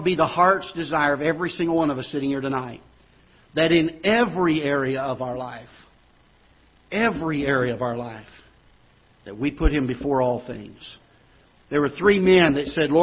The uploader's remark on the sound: Ketha Heights Baptist Church ~ Live Broadcast